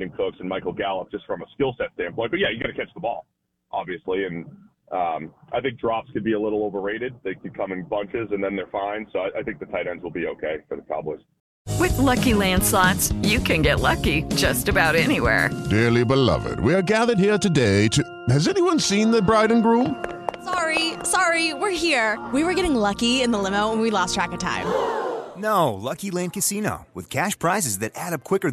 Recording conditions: phone line